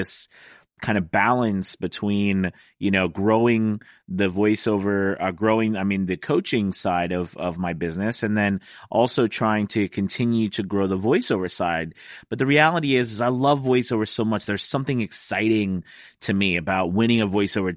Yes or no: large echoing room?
no